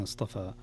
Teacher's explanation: اصطفى الصاد والطاء مفخمتان والفاء بمدها رقيقتان